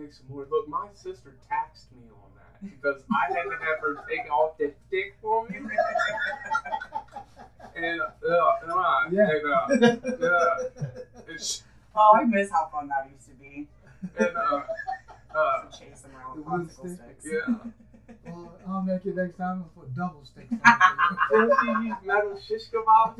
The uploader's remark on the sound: Audio Goof up! Had to rewire the Studio a little and got the Mic settings screwed up.